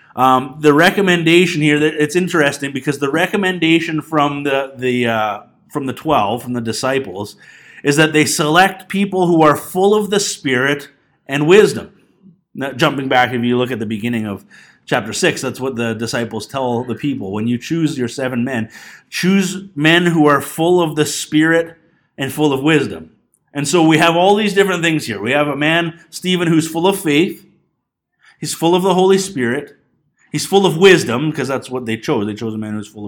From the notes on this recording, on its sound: This Sunday morning message was recorded on February 2, 2020 at Bethel Pentecostal Tabernacle in Clinton, BC.